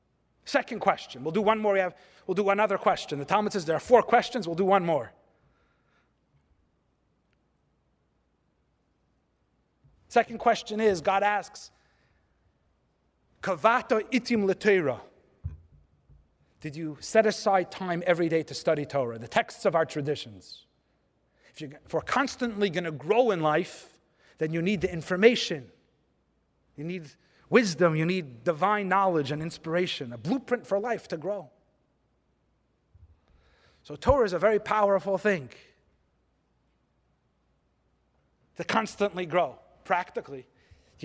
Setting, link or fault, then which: setting, live audience